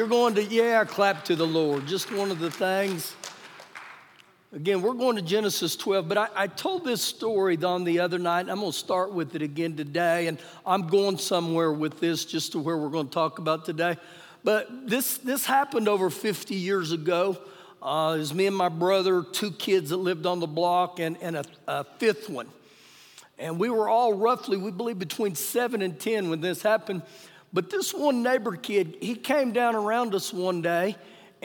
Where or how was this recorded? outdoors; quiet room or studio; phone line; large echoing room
large echoing room